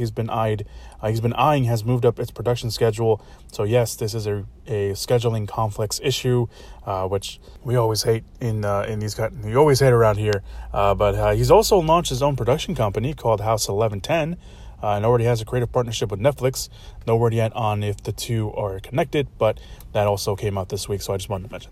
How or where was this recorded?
inside a vehicle